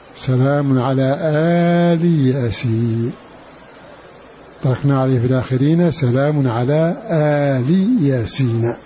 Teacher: فتح الهمزة وإثبات ألف بعدها وكسر اللام